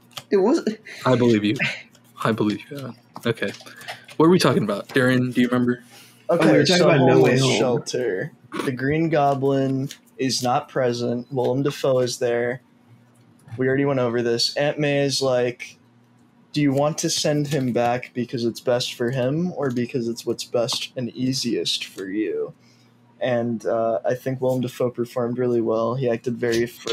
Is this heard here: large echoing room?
no